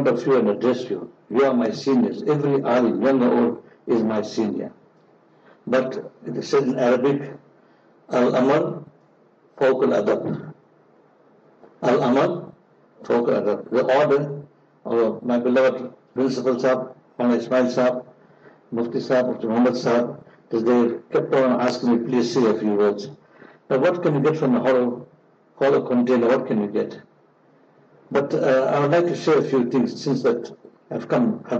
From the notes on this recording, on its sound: LIVE FROM JAAM'AH DARUL ULOOM NEWCASTLE